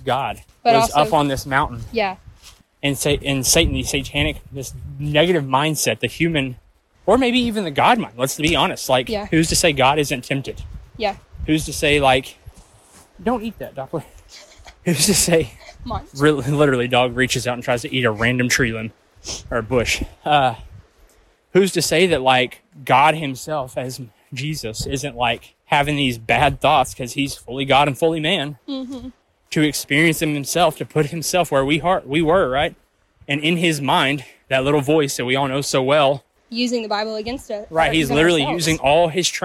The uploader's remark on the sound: A conversation recorded while we were hiking. We pressed pause on life for a day to get away and pressed record as we walked through the woods and strung up a conversation that was too good not to capture.